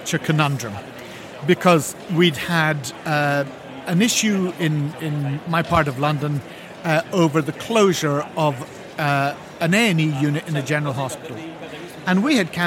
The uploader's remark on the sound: Recorded in the Heathrow Lounge at Liverpool’s ACC on Monday morning